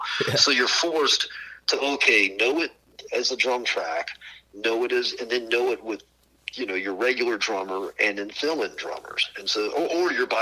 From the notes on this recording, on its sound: burnt the phones down to the New Orleans/Ocean Springs area